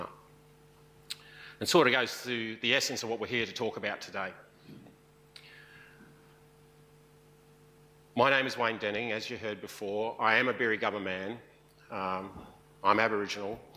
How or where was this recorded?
large echoing room